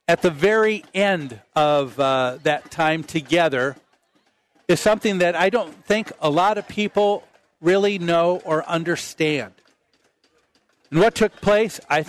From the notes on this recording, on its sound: Live at the MN State Fair